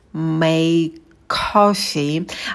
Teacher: И здесь мы звук к произносим только один раз. Make coffee, потому что у нас на стыке два одинаковых согласных звука, неудобно их произносить, поэтому один «к» мы убираем.